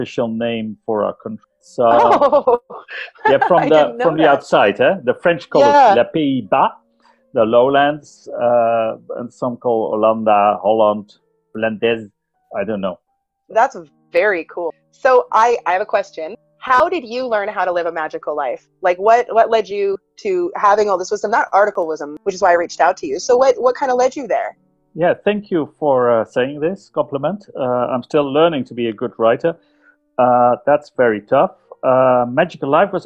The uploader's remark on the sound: Joins us all the way from the Netherlands! We did have *some* audio issues. This episode was edited with no experience, and may be reflected in the audio quality.